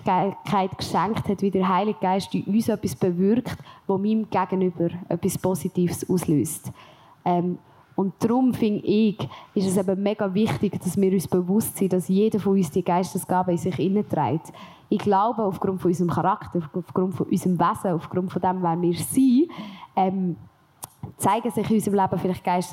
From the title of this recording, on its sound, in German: LIVE vom PraiseCamp